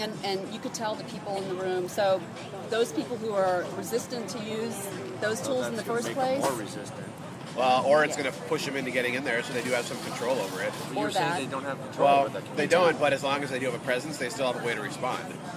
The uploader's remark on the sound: Live from SHSMD